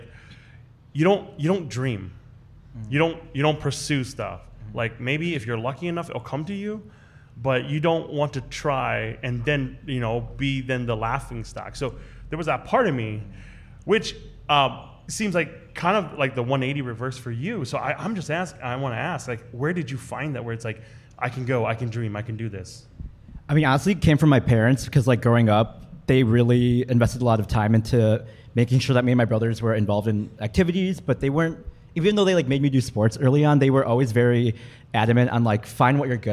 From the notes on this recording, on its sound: This episode is a recording of our September 19th live show, which was filmed at the Union Hmong Kitchen on Lake Street in partnership with SPAM.